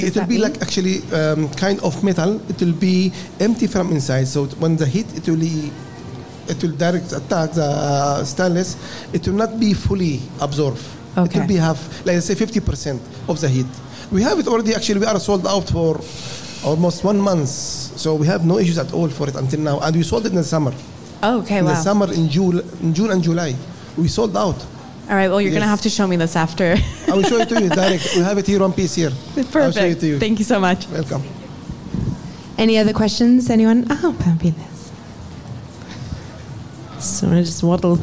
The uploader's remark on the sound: We hosted this as a live podcast at Suncoast.